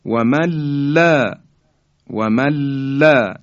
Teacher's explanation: نون ساکن در لام ادغام میشه